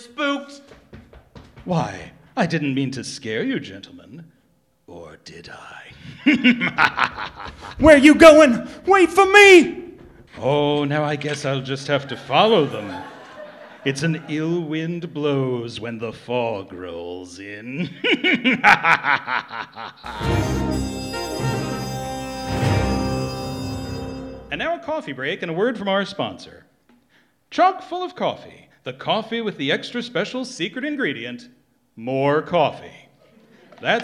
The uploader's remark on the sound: Recorded live at the Know Theatre of Cincinnati, Ohio.